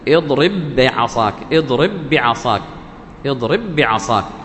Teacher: حرفان متماثلان اتحدا مخرجا وصفة، باء مع باء، الأول ساكن الثاني متحرك، يكون الإضغام، تنطقهما كأنهما حرفا واحدا مشددة · Term: إضغام المتماثلين